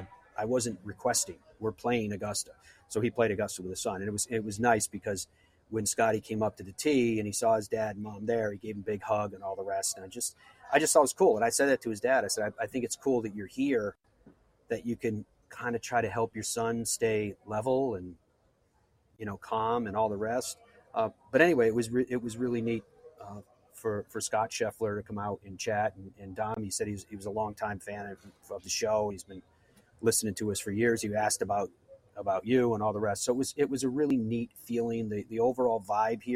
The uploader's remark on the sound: LIVE from the Ryder Cup. We are live from Rome and the Ryder Cup.